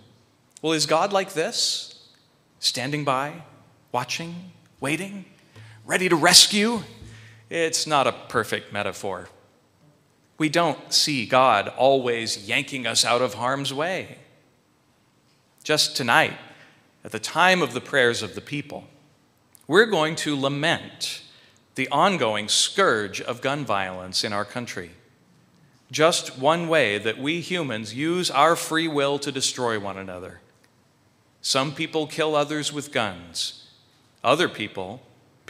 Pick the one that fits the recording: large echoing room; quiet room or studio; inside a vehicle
large echoing room